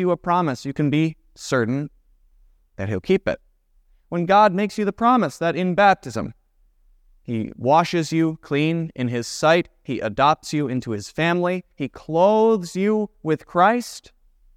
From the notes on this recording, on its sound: was preached at Grace of God Lutheran Church on December 19, 2023